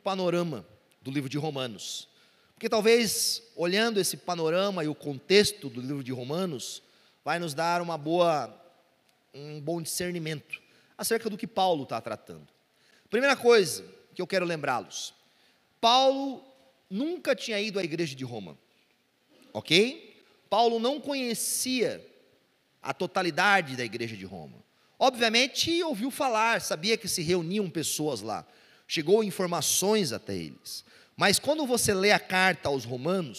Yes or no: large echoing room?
yes